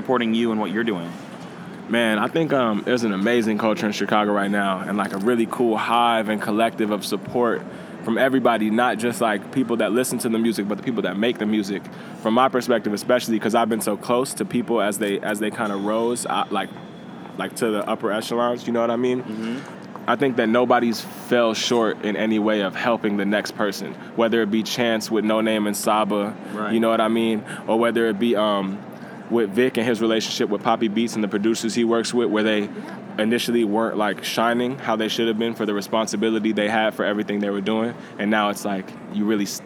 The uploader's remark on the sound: Recorded at SXSW 2016